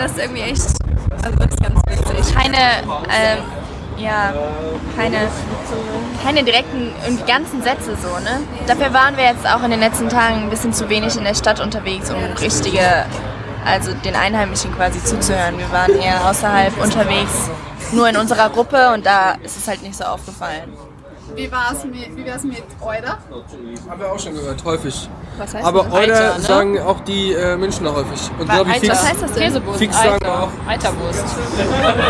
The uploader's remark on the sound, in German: Live vom Würstelstand „Zum scharfen René“. Den Würstelstand am Schwarzenbergplatz im ersten Bezirk in Wien.